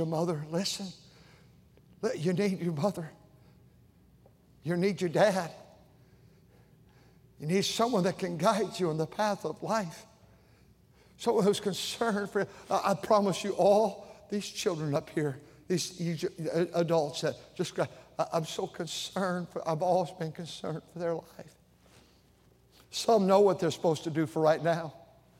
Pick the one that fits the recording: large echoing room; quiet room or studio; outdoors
large echoing room